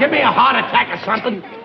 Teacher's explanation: There isn't an R to be heard.